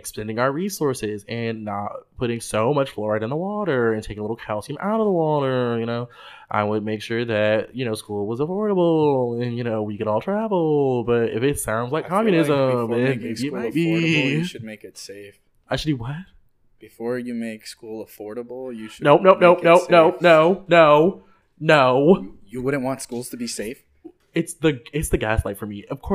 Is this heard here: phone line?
no